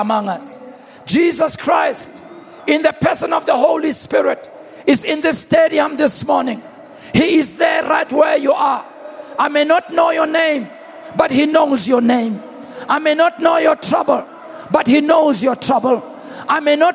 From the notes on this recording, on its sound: preached at the Annual Good Friday Celebration held at Orlando Stadium on the 07th of April 2023